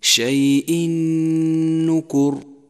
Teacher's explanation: دخل التنوين بحرف النون وشدد حرف النون واستغرق زمن الغنة حركتين